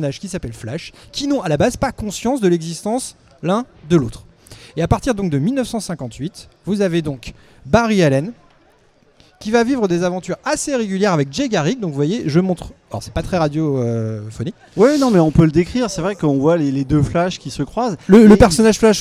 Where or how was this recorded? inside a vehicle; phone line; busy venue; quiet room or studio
busy venue